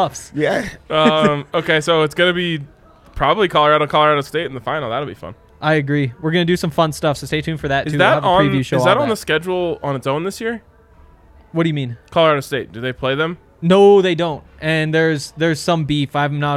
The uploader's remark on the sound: come to you LIVE from the DNVR Bar